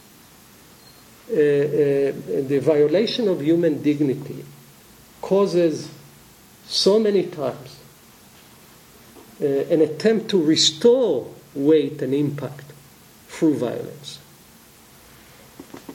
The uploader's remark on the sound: The 2015 Dewey Lecture was recorded on November 11 at the University of Chicago Law School.